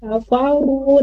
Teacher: Fauru, nah ini karena dia domah ro-nya berarti tafhim ya. Fauru ru-nya di lidah pangkalnya dinaikkan lagi